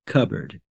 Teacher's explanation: The P is silent in this word.